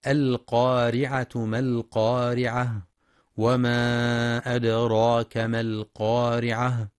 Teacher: ينتبه القارئ لتفخيم القاف في أعلى مراتبها لأنها مفتوحة وبعدها ألف، ولترقيق الراء لأنها مكسورة، والوقف على التاء المربوطة هاء ساكنة مع بيان صفة الهمس فيها.